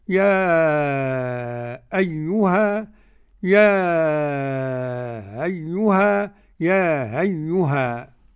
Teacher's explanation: يقف بثلاثة أوجه: التحقيق على ست حركات، والتسهيل مع المد ست حركات، والقصر حركتين